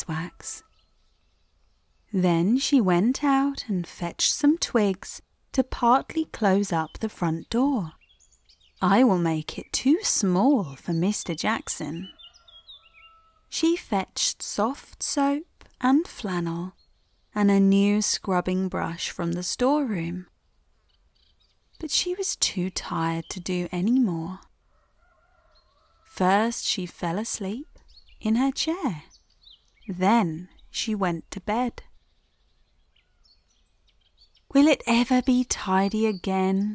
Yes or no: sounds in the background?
yes